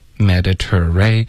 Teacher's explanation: 所以这个 ter 会有一个 r 的音在结尾， ray 也会有一个 r 的音在开头